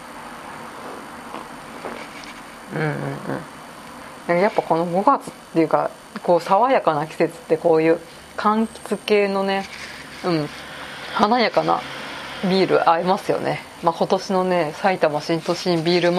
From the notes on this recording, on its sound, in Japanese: あえてのノー編集です。環境音等ノイズ多し。